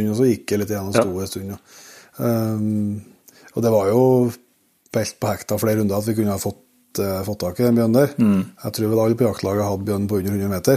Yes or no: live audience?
no